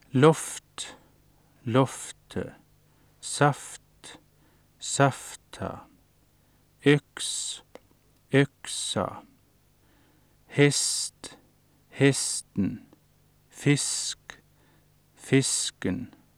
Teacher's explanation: Kort vokal pluss ustemt konsonantgruppe